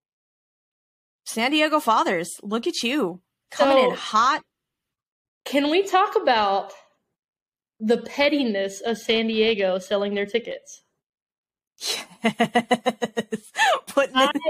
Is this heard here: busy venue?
no